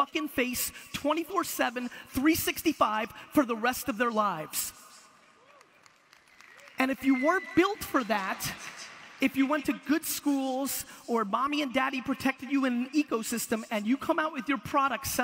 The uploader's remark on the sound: A Keynote: Web Summit 2016, Lisbon, Portugal. It's one of the biggest conferences in the world and you know me, I like a crowd.